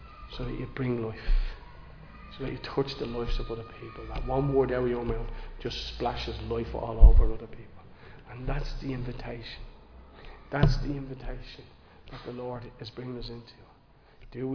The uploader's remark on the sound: Recorded live in Liberty Church on 18 June 2023